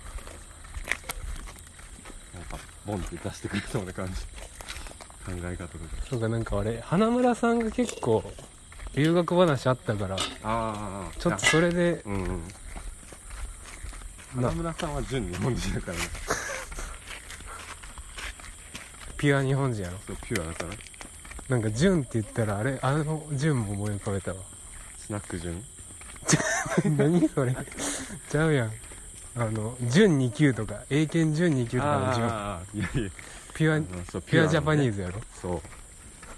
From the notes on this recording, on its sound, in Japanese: お散歩収録。夜は虫の音。